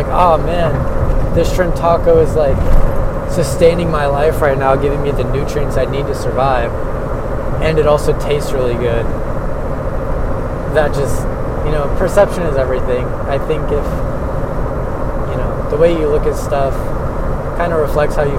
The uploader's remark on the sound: I recorded as I drove home from work